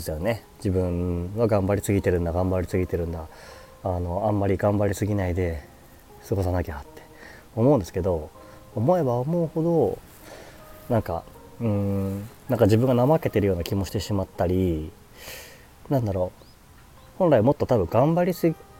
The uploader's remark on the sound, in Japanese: 屋外収録 #公園